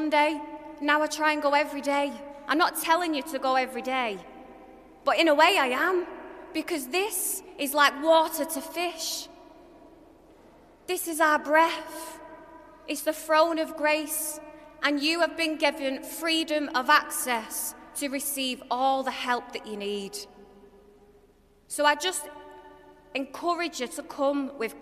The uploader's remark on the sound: This episode is a live-talk I gave at the Galway Cathedral Novena in March 2023